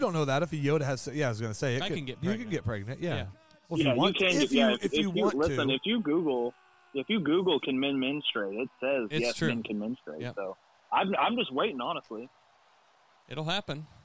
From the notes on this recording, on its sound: While they are watching WrestleMania 39, the guys have a special guest on the phone.